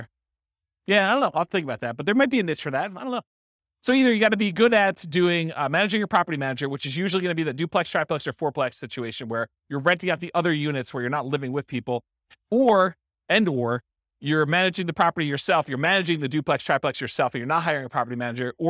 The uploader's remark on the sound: This was a live class recorded